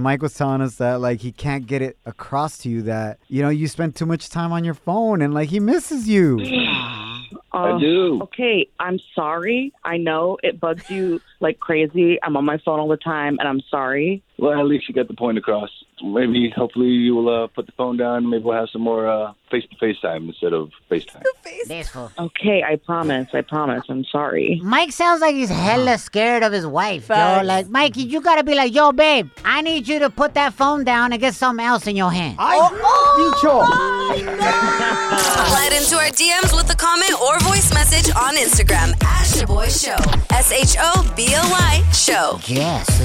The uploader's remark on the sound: In today's show, we opened up the phone lines and asked our listeners